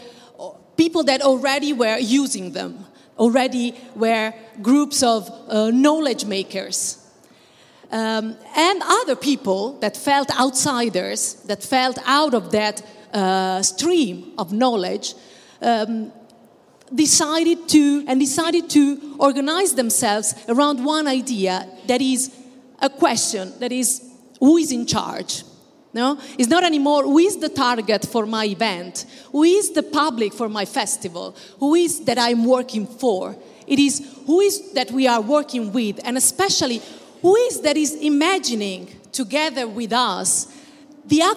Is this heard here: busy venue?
yes